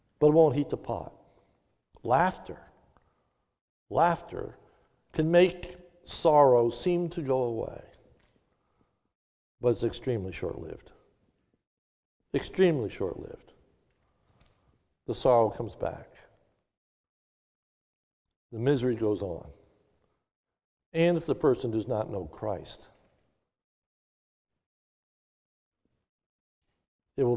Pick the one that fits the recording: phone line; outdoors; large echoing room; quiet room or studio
large echoing room